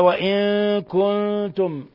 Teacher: عندنا إخفاء نون مع الكاف وإخفاء النون مع التاء إخفاء حقيقي